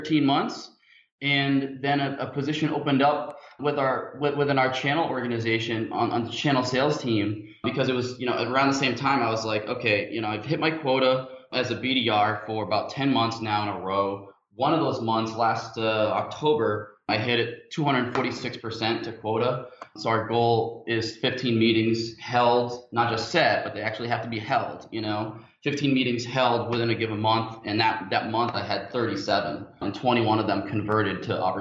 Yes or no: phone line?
no